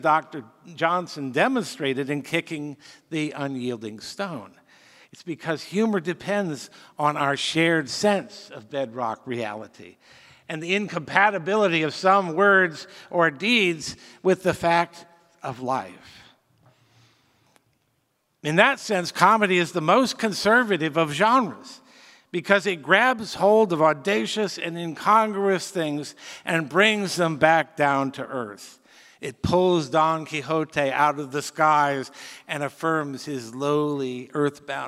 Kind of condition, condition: setting, live audience